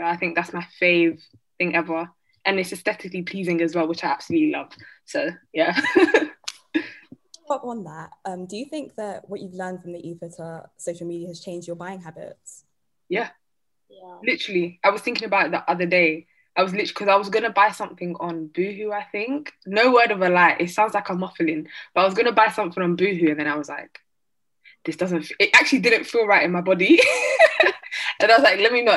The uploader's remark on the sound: Over the weekend, we hosted our first-ever Zoom party to exclusively launch our product with our V.I.P's.